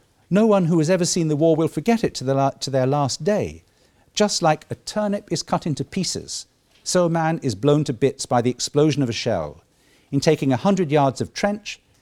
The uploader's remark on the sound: The 2nd Keynote of the War Time 2016 conference held 9-11 November 2016